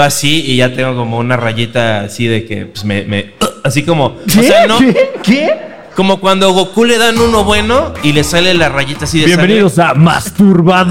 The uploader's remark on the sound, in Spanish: En vivo desde Toluca.